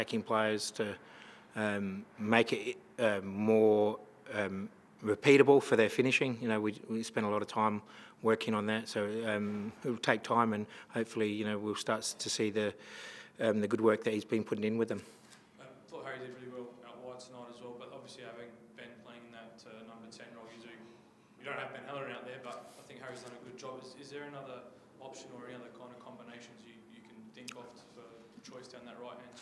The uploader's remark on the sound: post-match press conference